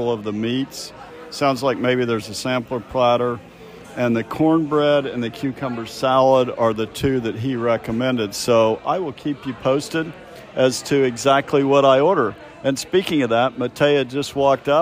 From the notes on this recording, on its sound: An evening of dining at The Smoke Shop BBQ in Boston. Reviewed live in the raw as normal.